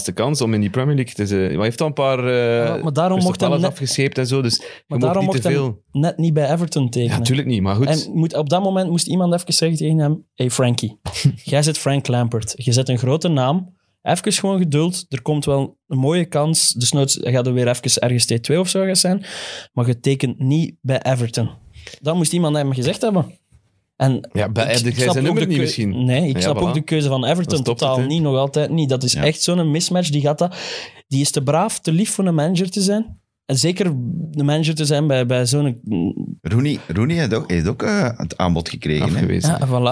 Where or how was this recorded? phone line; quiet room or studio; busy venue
quiet room or studio